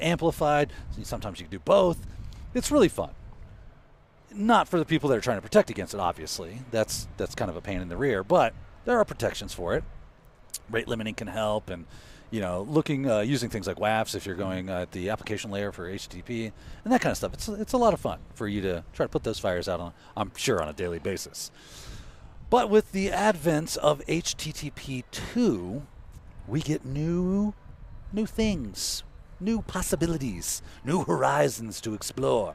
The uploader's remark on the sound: Reporting live from South Dakota. On location at Wild West Hackin' Fest far from the ITPro studios.